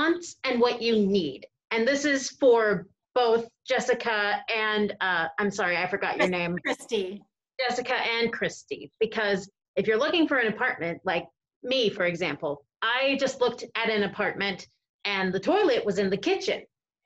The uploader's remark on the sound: Spoke with a zoom roomful of self-advocates. We recorded our discussion live at the conference.